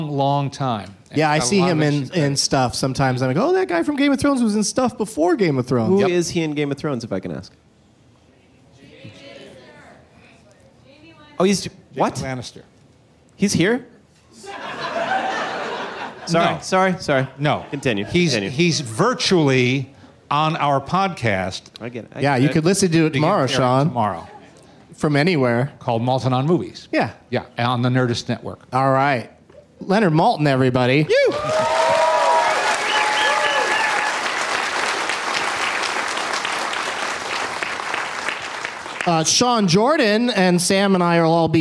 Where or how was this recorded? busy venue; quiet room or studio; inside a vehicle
busy venue